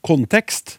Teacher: I programmet ble det mange ganger lagt trykket på første stavelse, kontekst, fra gamle dager, da jeg studerte teologi, var vi vant til å undersøke konteksten når vi leste bibeltekster, og da ble alltid trykket lagt på andre stavelse, slik kontekst.